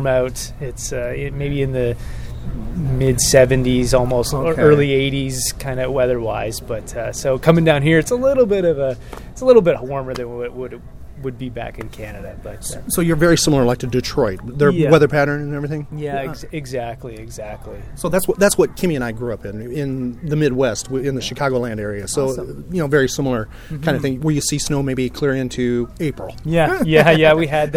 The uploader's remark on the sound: at Mike's Comics in Orlando, Florida for Free Comic Book Day